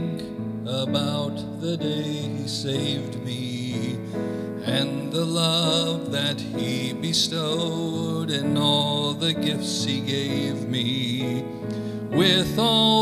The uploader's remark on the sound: Calvary Assembly of God live Stream.